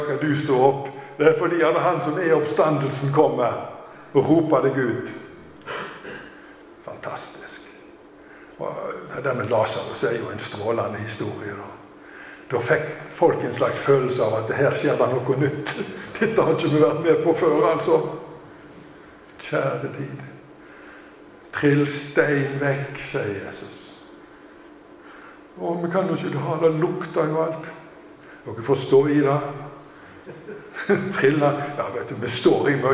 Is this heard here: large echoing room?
yes